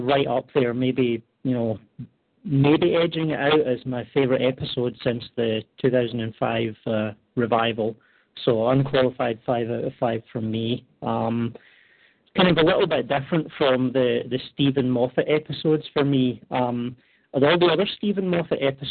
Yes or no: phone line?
yes